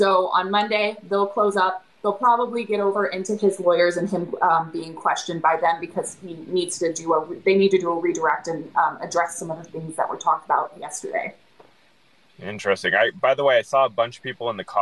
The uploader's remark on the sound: joined her on a live on her TikTok